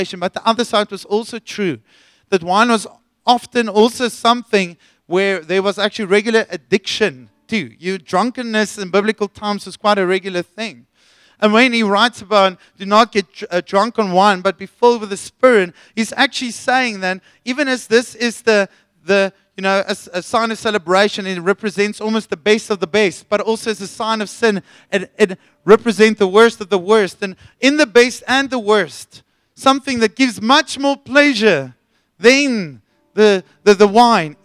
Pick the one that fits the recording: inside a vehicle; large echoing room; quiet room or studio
large echoing room